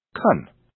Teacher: since can is not stressed, the vowel is reduced to a, so can is actually pronounced can.